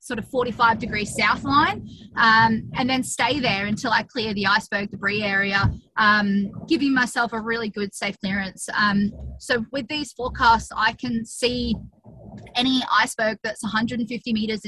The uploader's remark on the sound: As she hurtles around Antarctica. We did this chat via Zoom link.